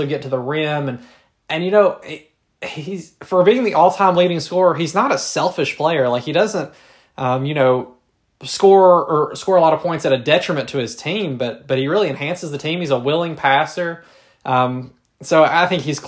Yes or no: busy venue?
no